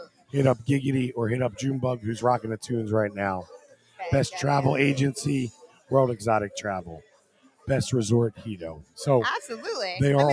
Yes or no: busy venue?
yes